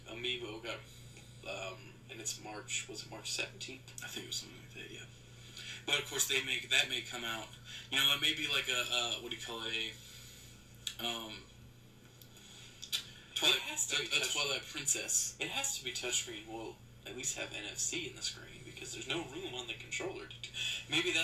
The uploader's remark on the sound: I apologize for the audio quality i had recorded this on an old format that wasnt compatible so i had to jump through some hoops to get this audio for live.